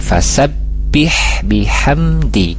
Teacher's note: ada ba tasdid ya, jadi ditahan dulu suaranya